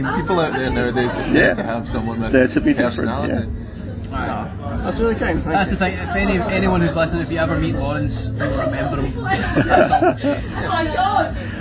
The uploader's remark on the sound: At the Leeds Festival last Sunday. It was shortly after they opened the final day in style with a barnstorming set on the Festival Republic Stage.